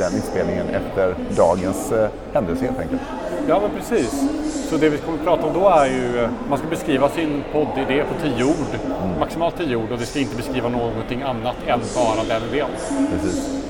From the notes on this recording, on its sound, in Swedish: Bonus: Ljudtest av Nomono på centralstationen. Ett ljudtest av Nomono Sound Capsule, inspelat på centralstationen i Göteborg, en stökig lördagskväll.